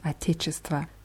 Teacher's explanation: Отечество endet auf O am Ende, wird aber mit A ausgesprochen.